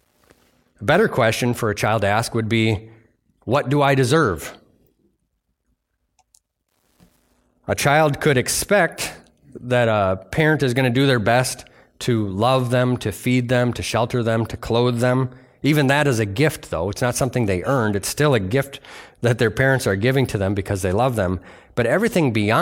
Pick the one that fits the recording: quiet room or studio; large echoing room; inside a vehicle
large echoing room